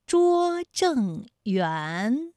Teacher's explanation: 园的韵母是乌安，它就是前鼻韵母。